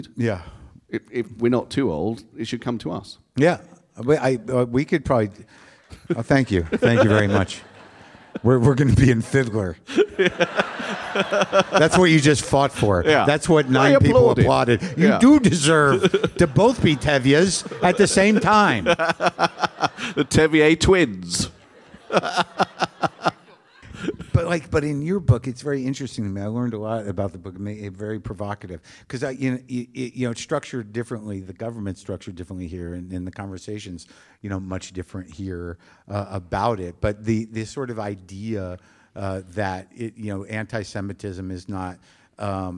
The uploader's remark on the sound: Live from The Bloomsbury Theatre in London.